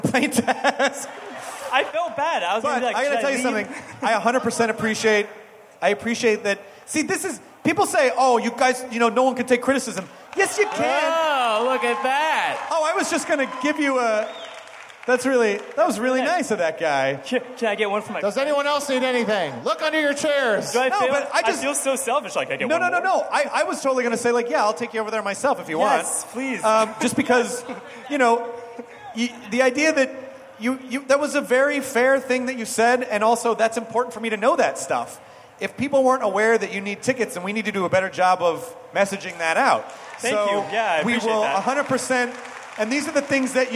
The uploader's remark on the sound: It's a nerdist hostful live from ID10T festival!